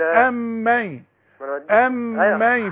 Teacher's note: في غنى أم من أنا غنيت حركتين